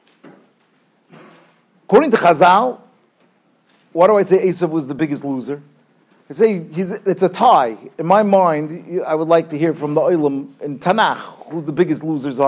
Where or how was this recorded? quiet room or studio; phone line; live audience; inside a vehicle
live audience